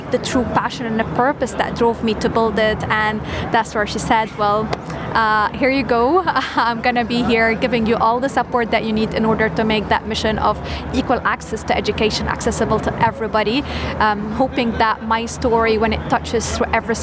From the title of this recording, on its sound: Live from SEF 2024